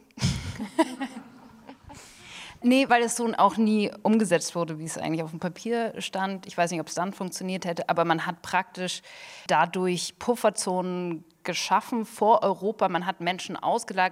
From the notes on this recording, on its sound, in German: Gekürzter Mitschnitt der Buchpremiere am 29.3.2023 im Dokumentationszentrum Flucht, Vertreibung, Versöhnung, Berlin